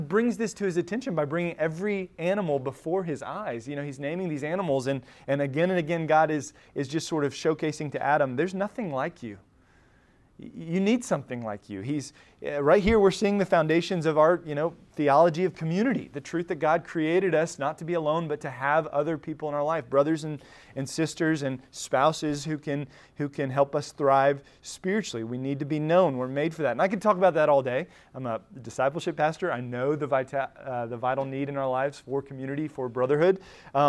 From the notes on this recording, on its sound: Recorded at Emmaus Church in Buford, GA on Wednesday, October 4, 2023.